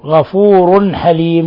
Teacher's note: تنوين ضم جاء بعده الحاء، إظهار حلقي